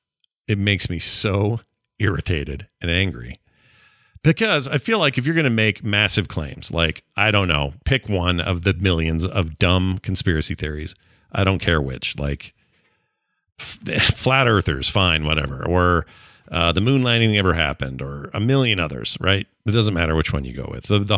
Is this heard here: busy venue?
no